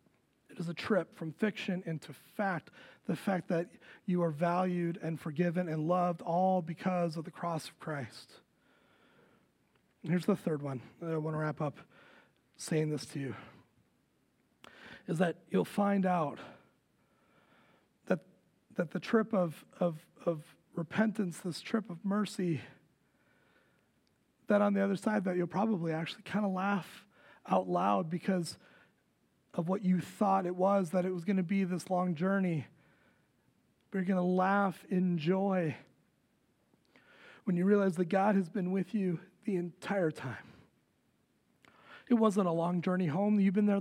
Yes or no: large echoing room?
yes